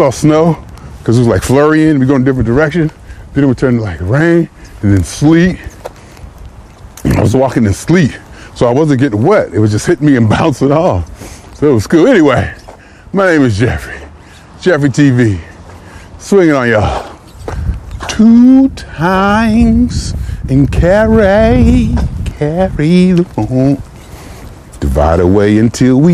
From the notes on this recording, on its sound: Me Walking Talking.